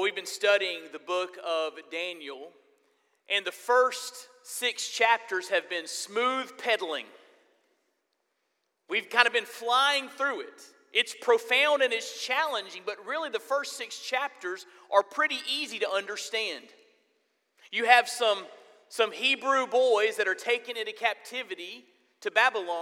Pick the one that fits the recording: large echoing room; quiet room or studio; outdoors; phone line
large echoing room